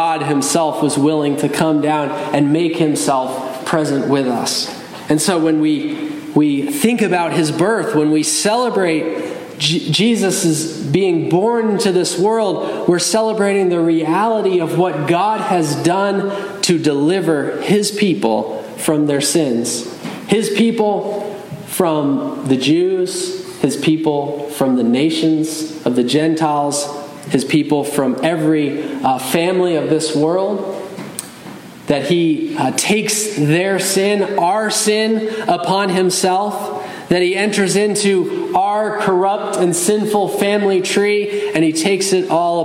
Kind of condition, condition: setting, large echoing room